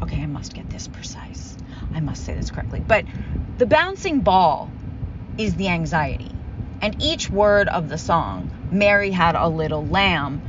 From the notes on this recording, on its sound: Grieving alone in my car.